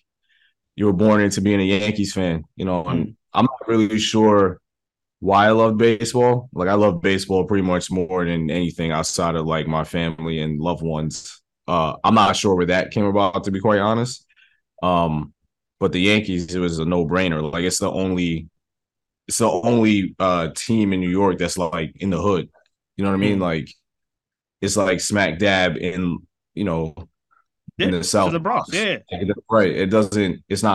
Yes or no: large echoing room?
no